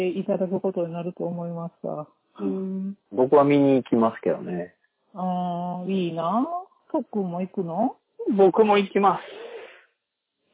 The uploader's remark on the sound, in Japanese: 探偵が電話を録音した音源なので、音質が良くありません。